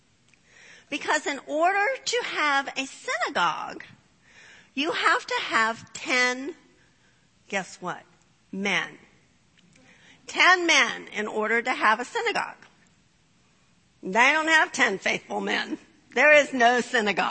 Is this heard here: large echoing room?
yes